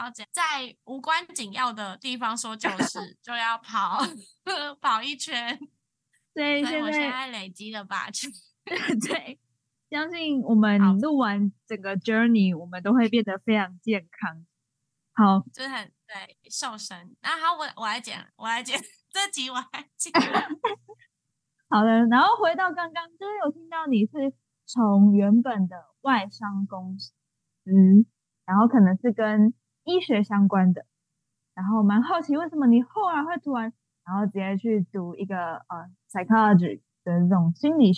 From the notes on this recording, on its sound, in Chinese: 本集採用遠端錄音，網路速度跟錄音品質可能有點影響聲音，再請多多包容～。